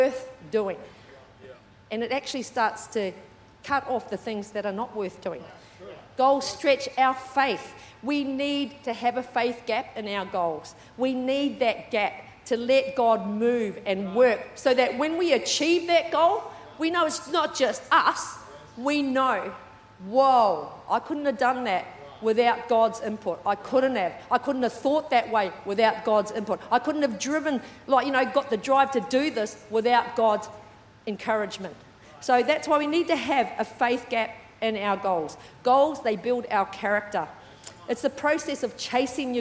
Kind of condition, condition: setting, large echoing room